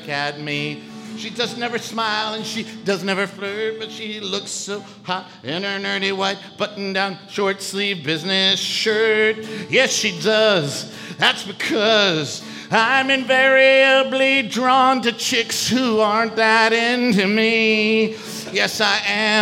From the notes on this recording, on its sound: The Potato Bureau is a podcast recorded on stage at The Sacramento Comedy Spot.